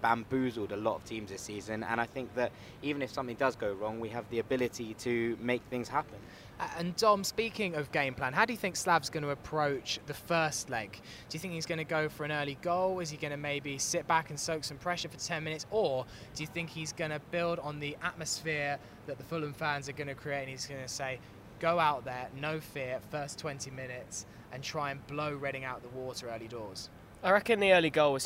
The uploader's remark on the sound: An extra episode of Fulhamish live from Craven Cottage.